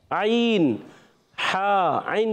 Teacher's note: حلق کے درمیان والے حصے سے ادا ہوتا ہے